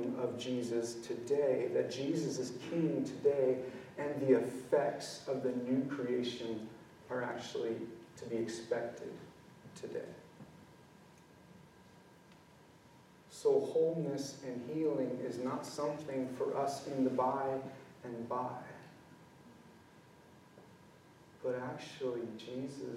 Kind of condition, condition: setting, large echoing room